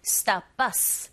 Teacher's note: 이렇게 발음하시고 이 뒤에 나오는 us와 stop의 연결이 stop의 p 자음이고 us의 어 모음인지라 there's a liaison 연음 현상으로 인해서 stop us 이렇게 발음하시면 편합니다